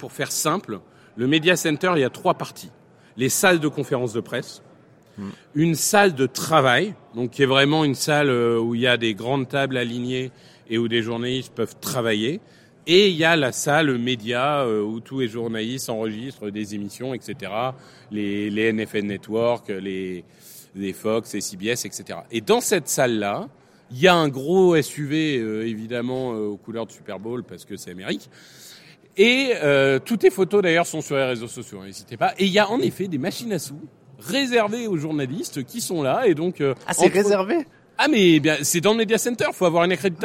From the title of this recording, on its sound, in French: Live au Super Bowl LVIII